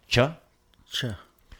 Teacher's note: you make that ch sound kind of more towards the back of your tongue, like ch. Ch. · Term: hard ch